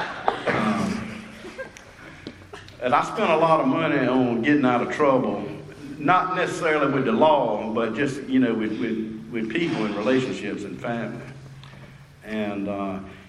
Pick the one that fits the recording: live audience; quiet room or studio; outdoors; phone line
live audience